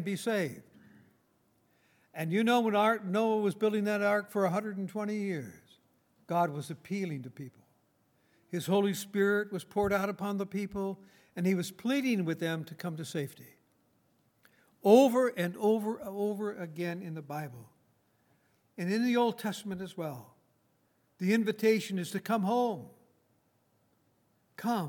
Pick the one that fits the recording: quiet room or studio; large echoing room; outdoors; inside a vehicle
large echoing room